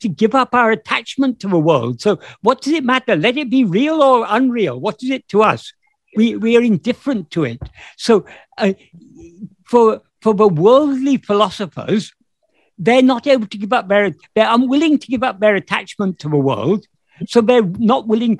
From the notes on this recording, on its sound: In a Zoom meeting on 18th May 2022